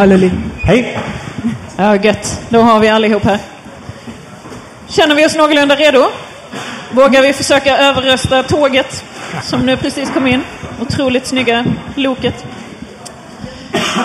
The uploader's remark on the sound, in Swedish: Spelar in ett specialavsnitt inför publik.